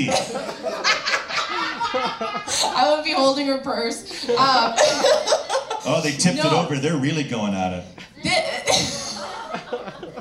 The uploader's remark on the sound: Take over "One Night Stand-Up" and perform for a live audience!